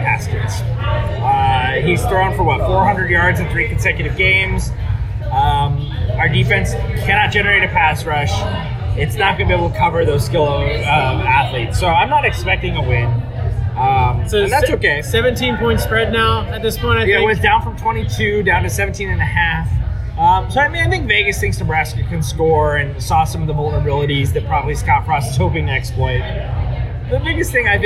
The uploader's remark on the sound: The audio quality is pretty poor, but hopefully this is entertaining as we were all a few drinks in.